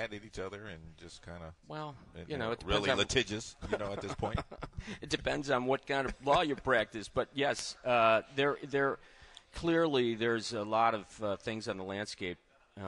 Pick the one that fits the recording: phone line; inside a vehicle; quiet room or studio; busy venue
busy venue